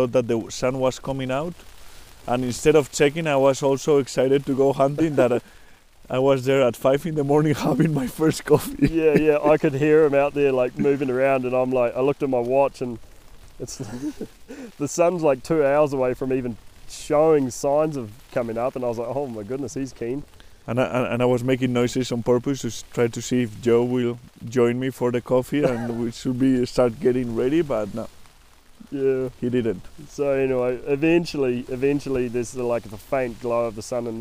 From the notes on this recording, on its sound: They are recording this podcast in a tent on the top of a mountain in the middle of nowhere, expect to hear some wild weather in the background as they hunker down out of a snowstorm.